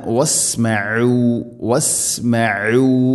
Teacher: ഐൻ തൊണ്ടയുടെ മധ്യഭാഗമാണ് മഖ്റജ് അഥവാ അക്ഷരം പുറപ്പെടുന്ന സ്ഥലം